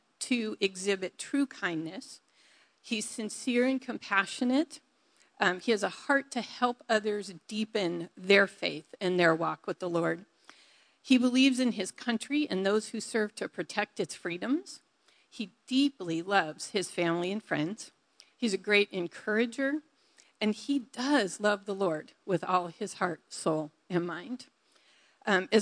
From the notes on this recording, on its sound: Delivered on 22 July 2018 at Grace Church of La Verne. At Grace Church of La Verne.